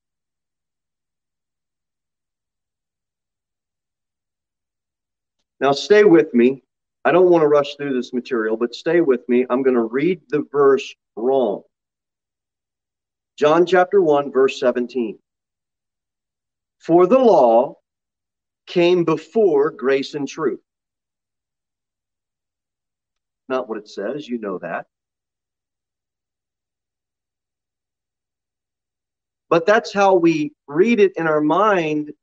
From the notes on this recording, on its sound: Sermon delivered at Pilgrim Baptist Church on Thursday, March 16, 2023, at 6:15 pm. Jere Whitson Rd.